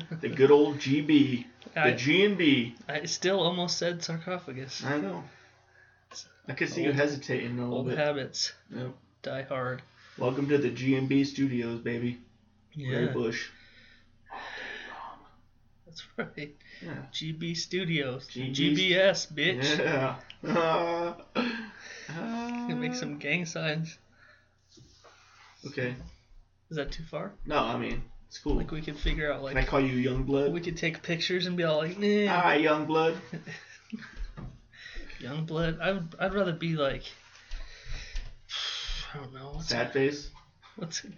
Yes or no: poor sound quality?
yes